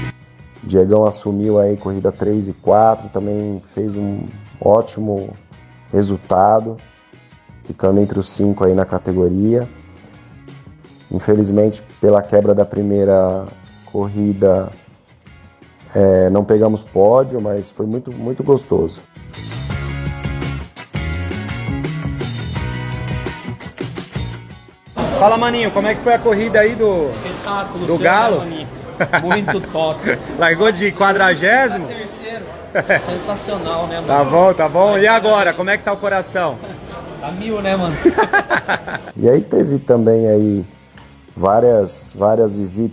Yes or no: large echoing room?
no